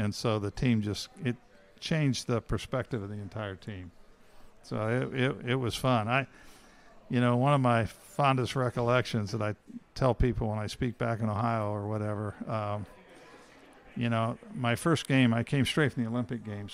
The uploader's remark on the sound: at the Knicks Legends Lunch at Clyde's Wine & Dine in NYC